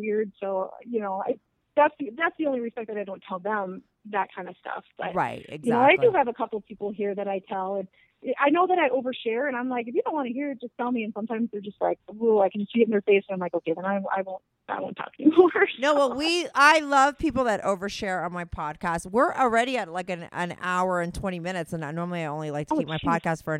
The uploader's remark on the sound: her first ever call in to the show